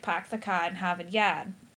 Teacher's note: the Boston accent is stereotypically non-rhotic